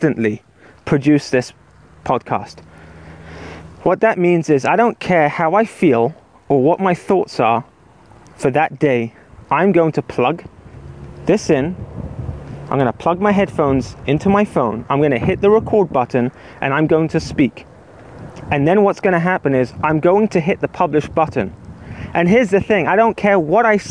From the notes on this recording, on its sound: record it while walking in the park